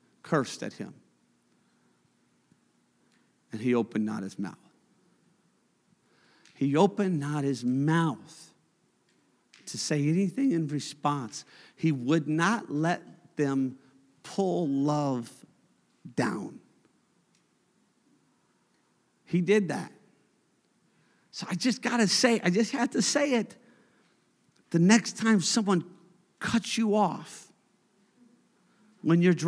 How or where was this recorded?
large echoing room